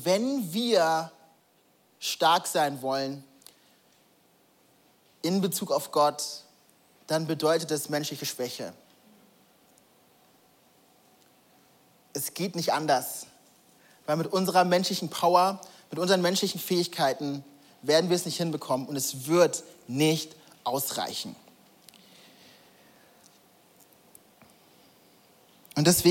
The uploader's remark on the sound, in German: Audiomitschnitt der Predigt